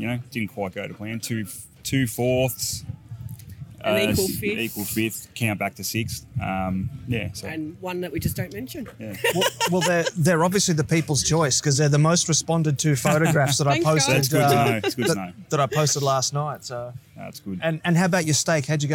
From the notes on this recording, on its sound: Live at Meat Meet 2019. Come down to Horsham in Victoria for the Meat Meet BBQ Competition.